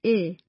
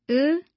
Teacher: Your tongue moves farther forward when you say ih than when you say uh. You don't need to move your tongue forward when you say uh.